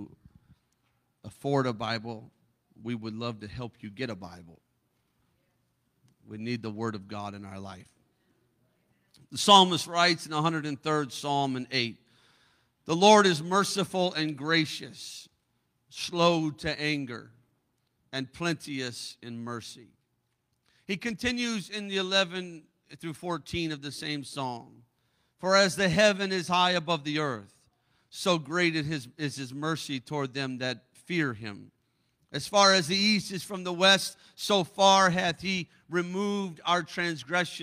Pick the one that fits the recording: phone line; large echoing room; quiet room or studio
large echoing room